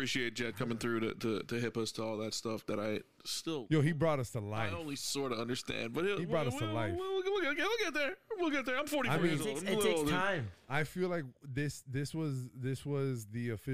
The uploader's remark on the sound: to wrap up the show, we get TWO phone calls from some of our favorite people